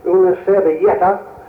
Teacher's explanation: In Spain, it becomes una servilleta, and there is a Y sound in the middle of the word.